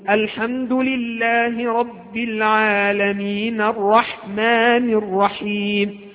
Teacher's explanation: سوف تقول الحمد لله رب العالمين الرحمن الرحيم، سوف تحرك النون التي في كلمة العالم، تقول الحمد لله رب العالمين.